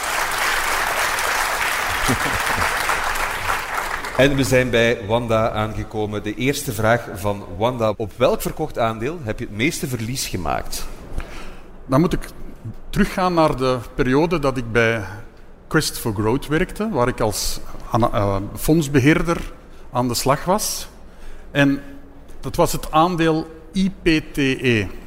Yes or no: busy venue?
yes